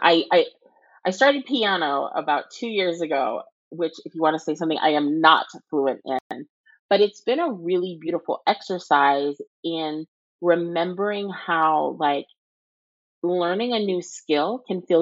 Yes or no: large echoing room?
no